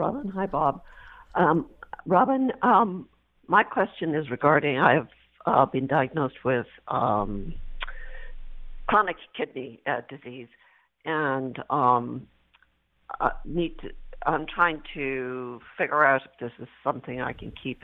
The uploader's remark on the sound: Open Call-In Show Day!